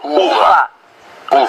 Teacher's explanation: quando a gente pronuncia esse som do U, você sente os seus lábios arredondados, como se você estivesse sugando um canudinho de refrigerante.